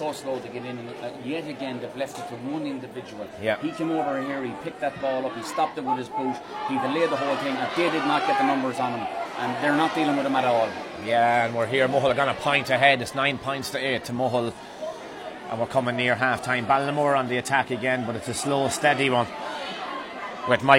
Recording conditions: busy venue